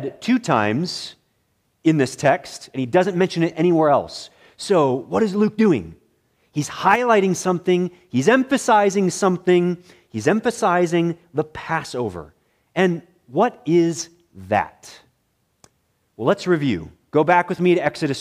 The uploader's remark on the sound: preached in the morning worship service at Bethany Baptist Church